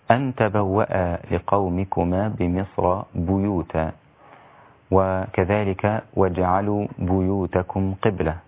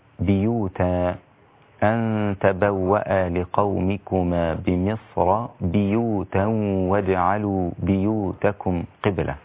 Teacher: أما شعبة فقرأها بكسر الباء وهي لغة عند العرب · Shown in: second take